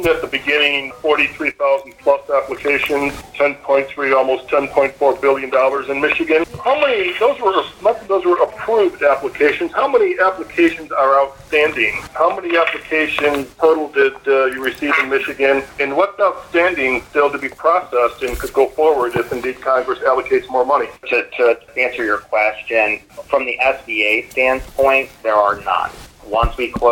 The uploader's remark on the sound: Excerpts from SBA Phone Conference. Shared here are excerpts of SBA's presentation and press questions.